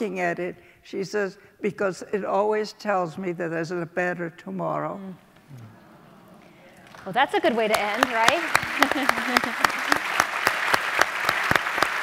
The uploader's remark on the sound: In this week’s Reagan Forum podcast we go back to our in-person event. This event was part of the programing for our current exhibition, Auschwitz.